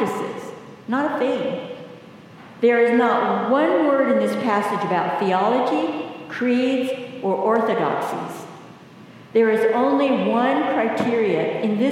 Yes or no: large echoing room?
yes